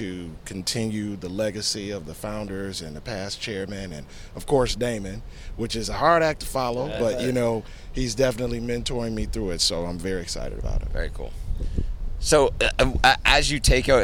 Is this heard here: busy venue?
yes